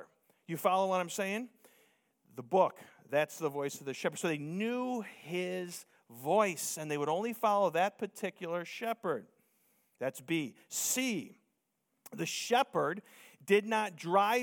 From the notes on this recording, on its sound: Preached Sunday Morning